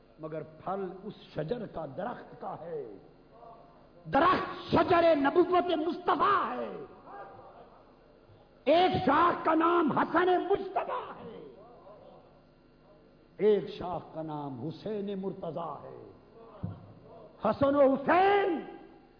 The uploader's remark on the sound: Speech delivered in historical Shahadat-e-Imam Hussain Conference (Jamiat-ul-Muntazar)